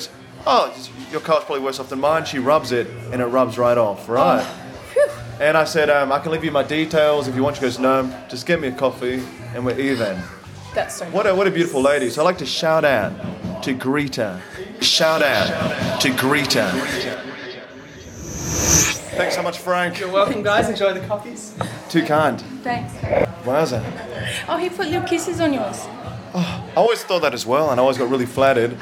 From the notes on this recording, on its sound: LIVE from Yelo (Trigg)